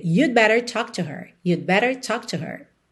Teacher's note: Percebe que você nem ouve o D.